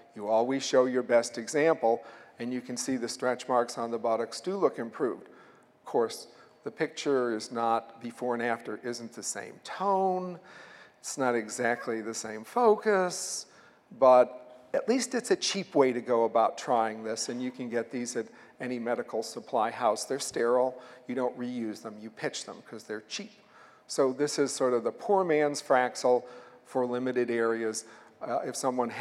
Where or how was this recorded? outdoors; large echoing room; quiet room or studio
large echoing room